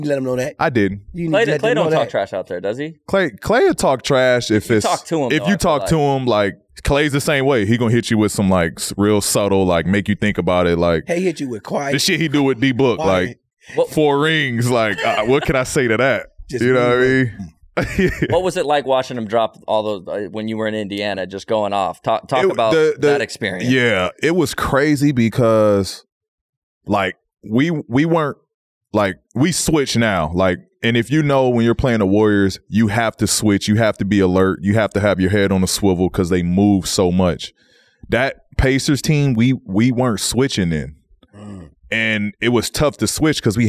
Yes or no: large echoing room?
no